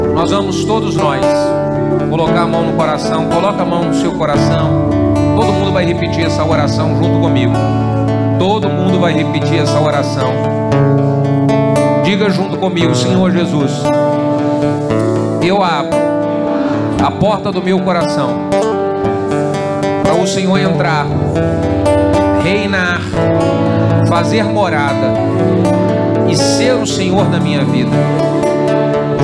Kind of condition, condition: setting, large echoing room